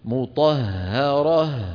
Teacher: فيها هاءان، والهاء تستهلك نفسا كثيرا لأن مخرجها مفتوح، الوتران الصوتيان في الحلق بيكونوا مثل حرف في أو مثل رقم 7 بالعربي.